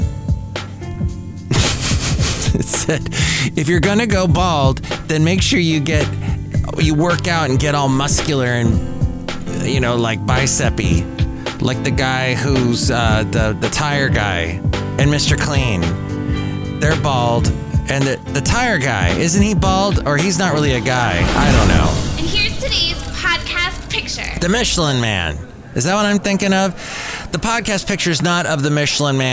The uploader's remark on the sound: podcasts live from Café Anyway